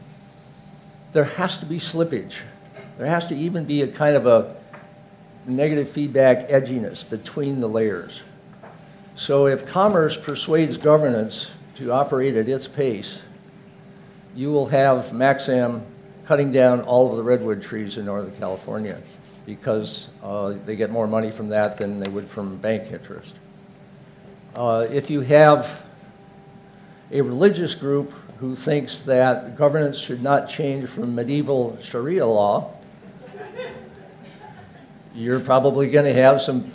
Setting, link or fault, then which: setting, busy venue